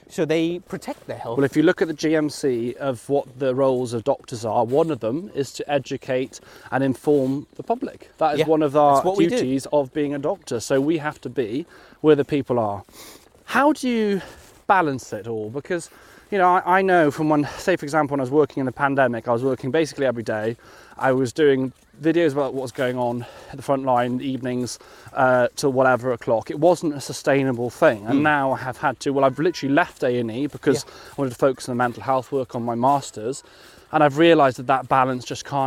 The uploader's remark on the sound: In this second part walking through the snowy grass of Greenwich Park.